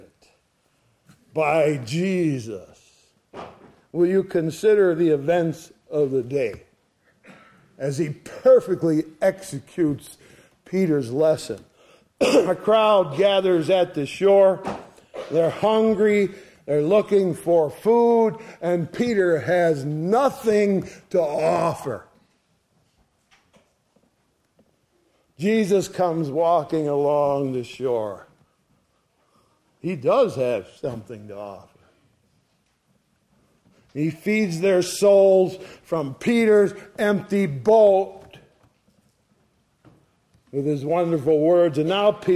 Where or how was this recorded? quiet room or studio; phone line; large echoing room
large echoing room